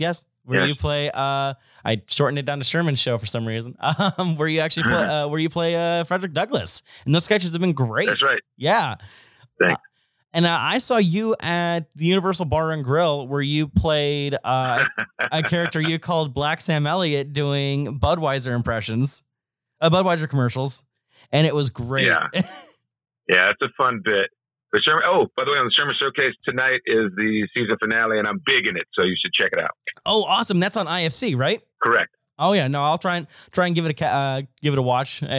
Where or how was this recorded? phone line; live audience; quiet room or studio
phone line